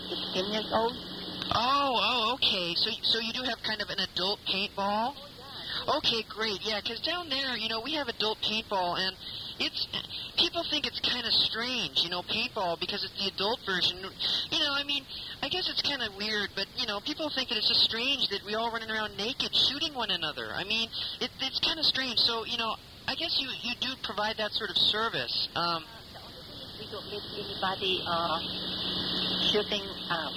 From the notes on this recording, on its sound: RBCP's Personal Prank Phone Calls Collection